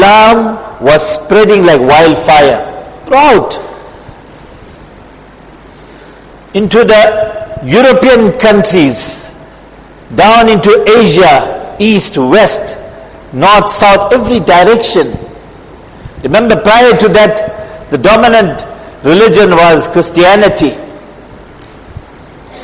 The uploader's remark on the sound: Jumuah lecture